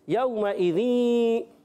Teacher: वाव साकिन से पहले ज़बर आया, वाव लीन होगा, बगैर खींचे बगैर झटके दिए नरमी के साथ अदा करेंगे। यौमइज़ीन, यहाँ पर इदगाम माल गुन्ना का कायदा है, इदगाम माल गुन्ना होगा कि तनवीन के बाद या है।